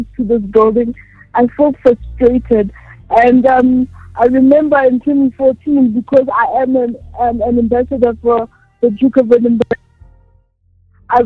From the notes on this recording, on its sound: joined over phone